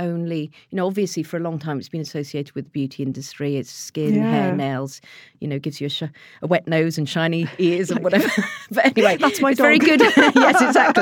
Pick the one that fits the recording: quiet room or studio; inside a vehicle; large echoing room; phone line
quiet room or studio